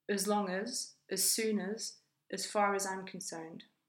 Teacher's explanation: Many non-native speakers emphasize words like as, even though it's usually unstressed.